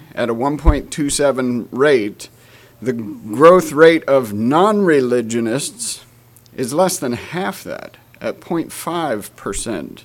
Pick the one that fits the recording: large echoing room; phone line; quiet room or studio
large echoing room